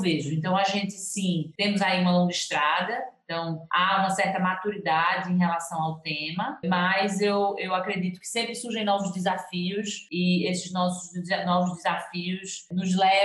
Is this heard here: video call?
yes